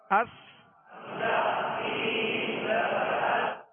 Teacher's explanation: سین کو سیٹی کی آواز میں سختی سے ادا کریں گے